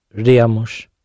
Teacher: The stress stays on the ri throughout.